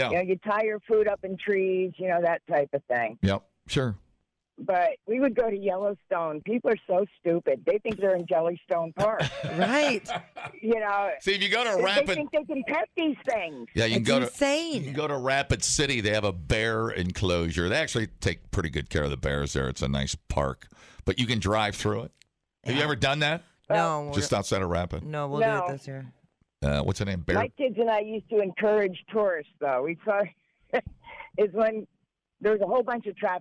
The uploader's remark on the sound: A real life cowboy called